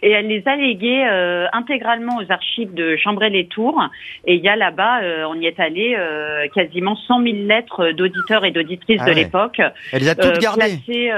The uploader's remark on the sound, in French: Les Grosses Têtes ont eu ce 11 janvier au téléphone